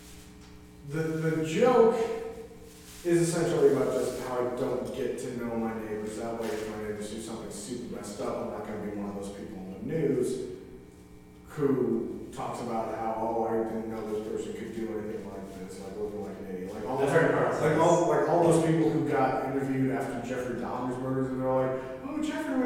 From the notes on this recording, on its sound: In a live stream event for Omaha's Backline theater. This was filmed live in an empty theater during the quarantine and as such, the quality of the audio is not the same as it usually is and we apologize for that.